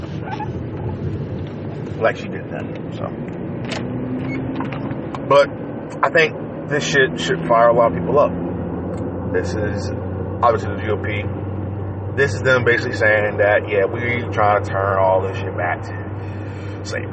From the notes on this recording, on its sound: Disregard that squeaking sound, that from a steering wheel that needs to be changed